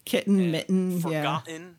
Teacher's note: you and I come from a part of the U.S. where those T's, you cannot pronounce them before an N.